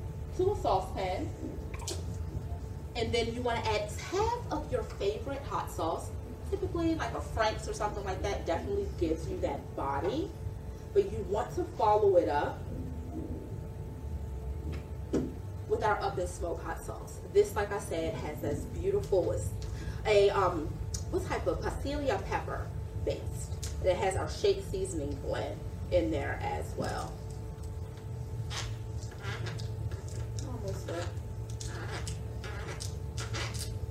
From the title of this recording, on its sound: A Live Demo | Alternative Products Expo | Fort Lauderdale 2022